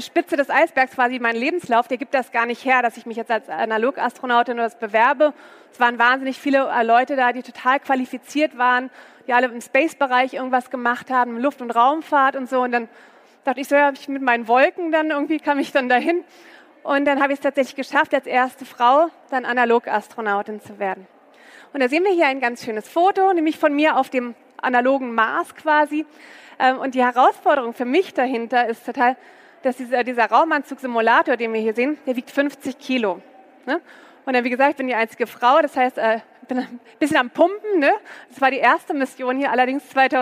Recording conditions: busy venue